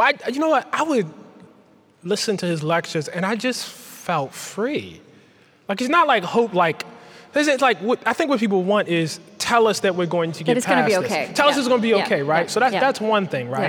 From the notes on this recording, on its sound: Unedited. As part of the 2017 Chicago Humanities Festival before an audience of over 1,500 people, black and white, young and old.